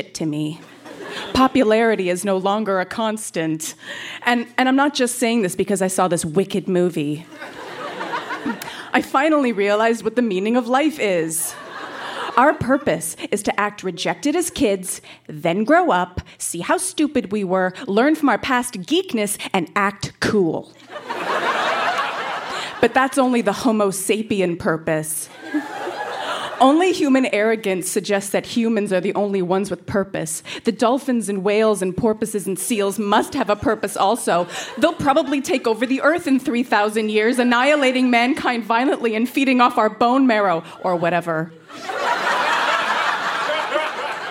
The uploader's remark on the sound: Recorded live at the Tranzac in Toronto, ON.